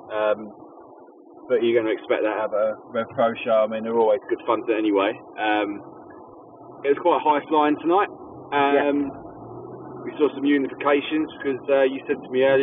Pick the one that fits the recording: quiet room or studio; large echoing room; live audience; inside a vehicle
inside a vehicle